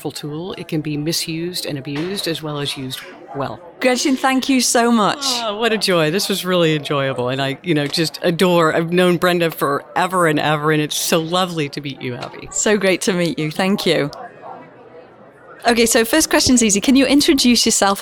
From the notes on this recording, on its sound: Live from the 2023 SEGD Conference. Live from SEGD’s 50th Anniversary Conference in Washington, DC.